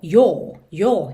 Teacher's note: Pode ser que tenha lugares com sotaques um pouquinho mais fechado. O próprio inglês britânico, ele já fecha um pouquinho mais esse som do O.